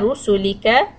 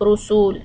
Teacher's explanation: رسلك not رسول so keep the dhamma short · Shown in: first take